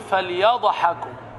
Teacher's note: ان هو يقلقل الضاد يقول فليضحكوا، ما ينفعش